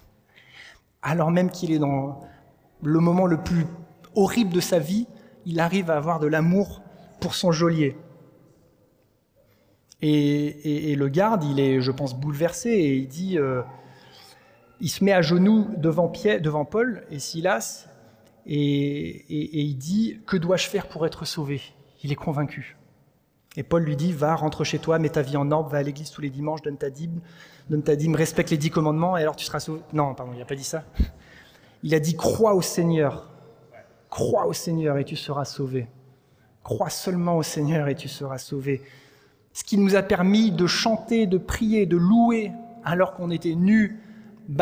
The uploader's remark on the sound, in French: Enregistré à l'église CVV